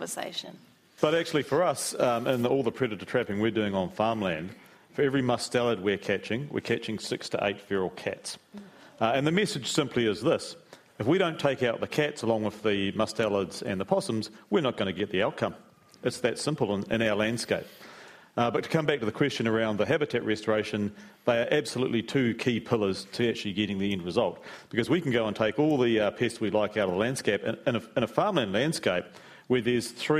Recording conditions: live audience